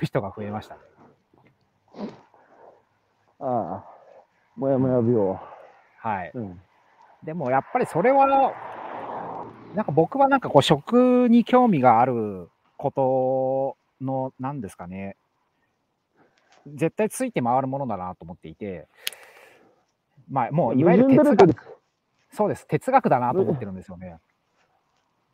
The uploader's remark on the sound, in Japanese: 歩きながら1時間、対談する